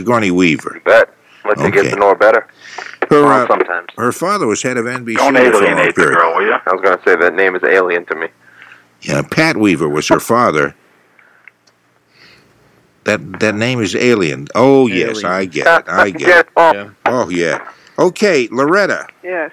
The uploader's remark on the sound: I’m on the phone from MC.